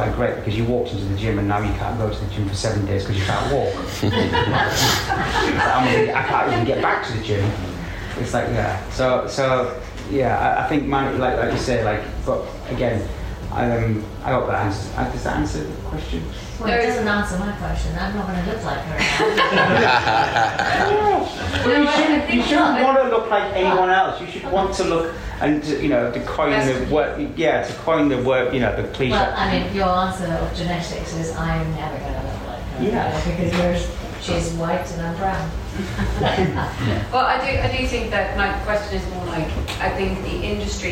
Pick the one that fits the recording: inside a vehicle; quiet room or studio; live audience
live audience